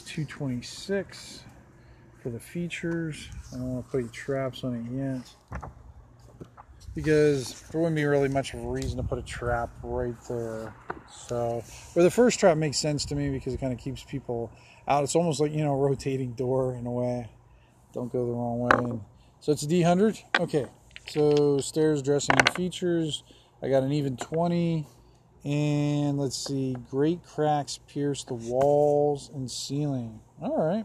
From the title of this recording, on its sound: on the Back Deck